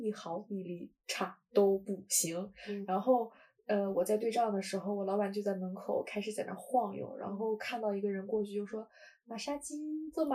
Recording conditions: poor sound quality